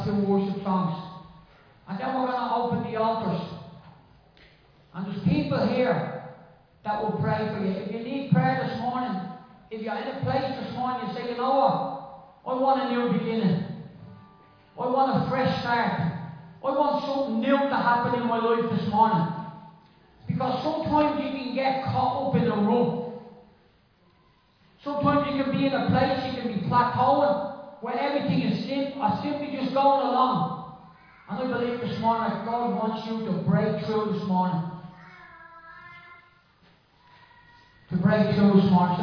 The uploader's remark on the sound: Recorded live in Liberty Church on 28 May 2023